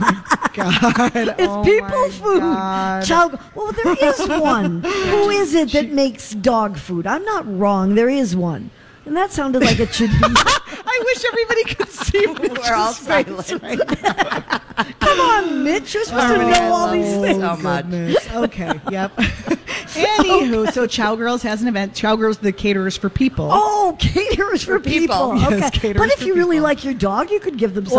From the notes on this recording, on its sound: live at Revolution Hall at Rosedale Center